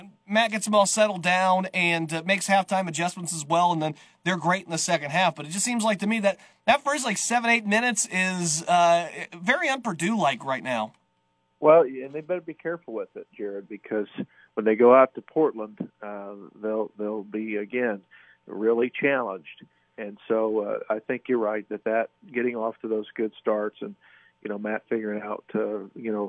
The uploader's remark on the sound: both call